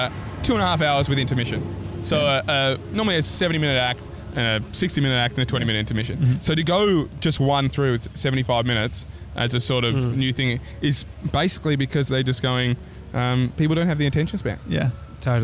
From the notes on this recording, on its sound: a chat on a park bench in New York City's famous Washington Square Park